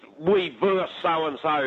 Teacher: to drop that last syllable off the word versus, meaning one team playing another